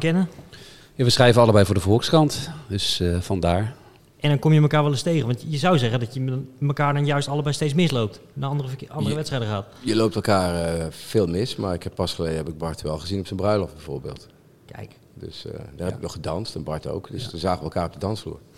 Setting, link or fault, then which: setting, busy venue